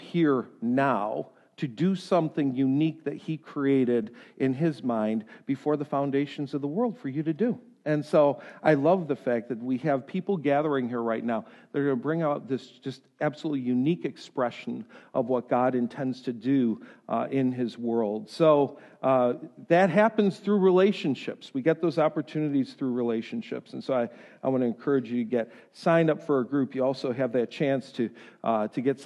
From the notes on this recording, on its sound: This lesson was delivered during the first service on Sunday, January 13.